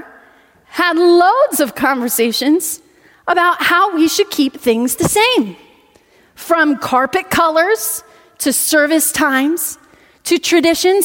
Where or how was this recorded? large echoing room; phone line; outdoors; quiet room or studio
large echoing room